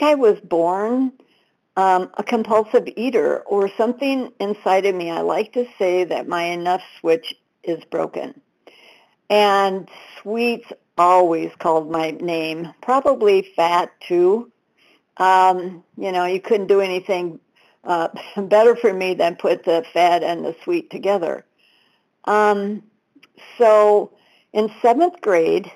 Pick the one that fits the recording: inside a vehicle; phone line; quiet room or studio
phone line